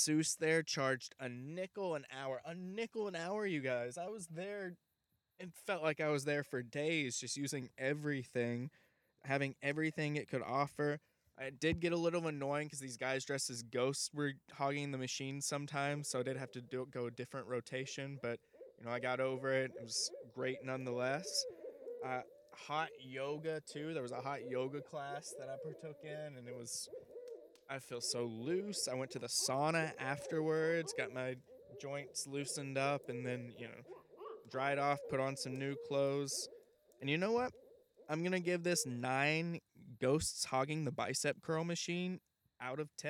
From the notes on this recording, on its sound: records a LIVE* episode of the podcast in the middle of a forest